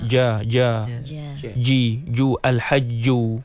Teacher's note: Sebab orang Melayu bunyi di depan, Ja tu orang Melayu. Kalau orang Arab dia di tengah perut lidah. · Term: Huruf Jim